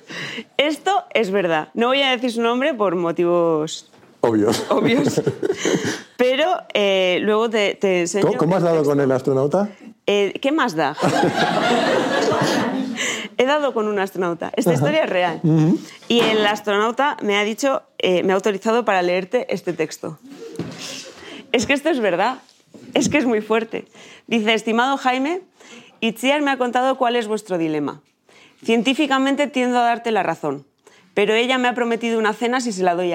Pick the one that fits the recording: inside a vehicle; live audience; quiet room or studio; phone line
live audience